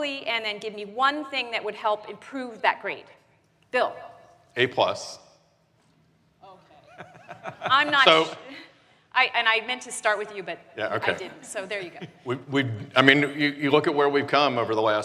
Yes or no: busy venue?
yes